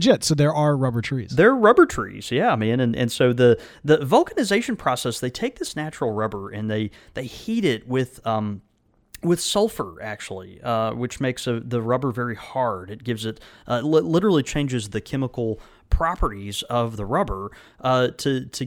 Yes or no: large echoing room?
no